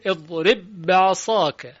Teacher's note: با در با ادغام میشه · Term: ادغام متماثل